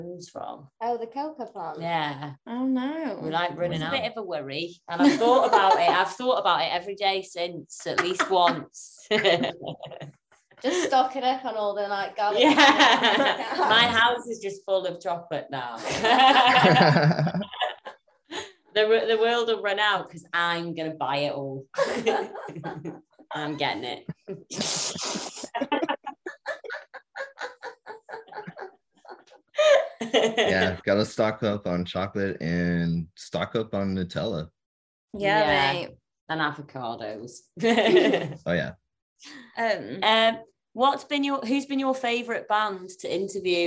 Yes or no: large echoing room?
no